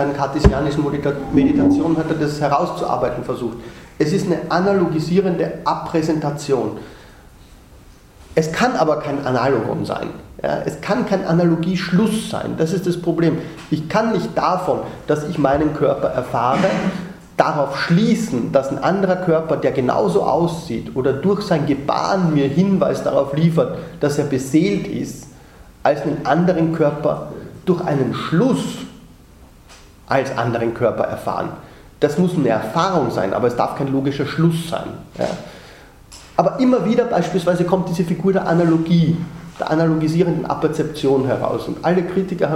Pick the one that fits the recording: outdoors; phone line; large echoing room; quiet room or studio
large echoing room